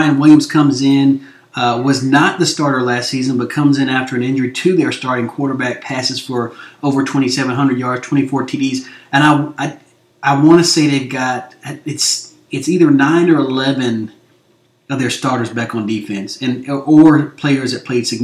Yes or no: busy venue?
no